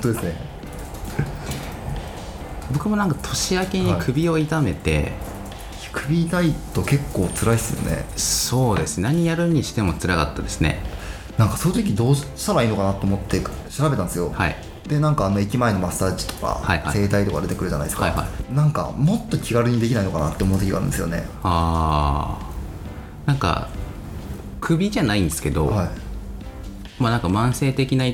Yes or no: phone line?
no